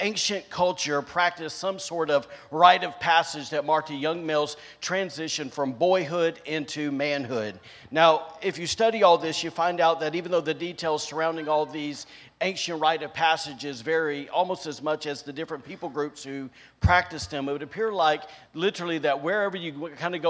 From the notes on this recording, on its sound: recorded on Sunday, June 19th, 2022, during service at The Anchor Church in Rockport, Maine